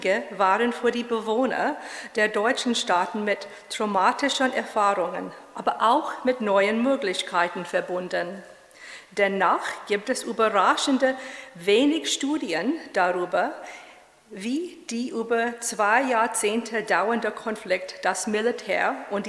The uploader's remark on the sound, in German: In einem öffentlichen Vortrag am Historischen Kolleg in München